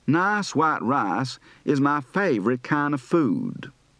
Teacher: the ah before a voiceless consonant, S in this case, may be slightly diphthongized